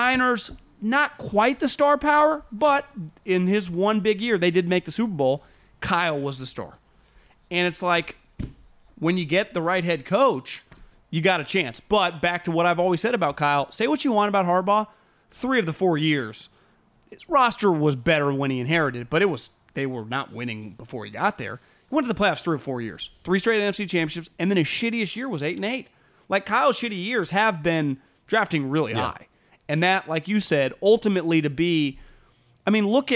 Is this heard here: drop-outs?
no